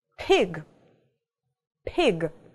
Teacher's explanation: такой как бы взрыв у нас немножко происходит, да, воздуха, п, с придыханием она произносится